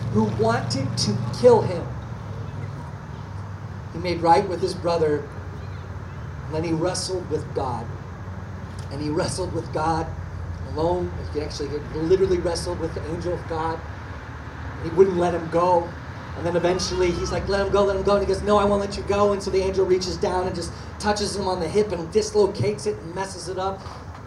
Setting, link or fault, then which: setting, outdoors